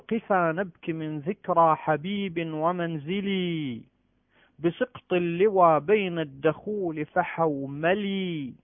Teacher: تشبع اللام حتى يتولد من إشباع حركتها، من إشباع هذه الكسرة ياء